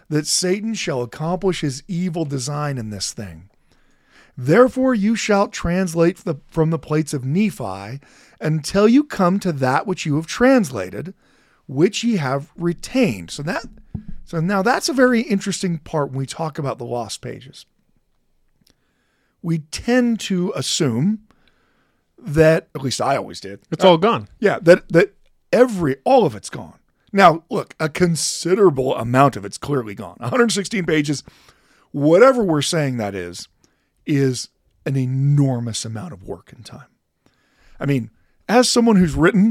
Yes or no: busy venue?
no